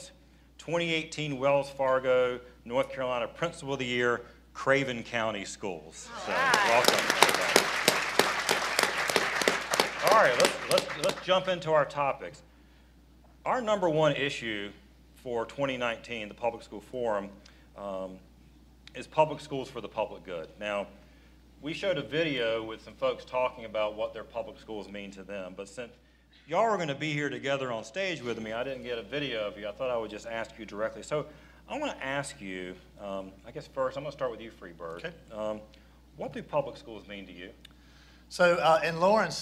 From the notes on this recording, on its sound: This week’s show was recorded live at the Public School Forum of North Carolina’s Eggs & Issues Breakfast.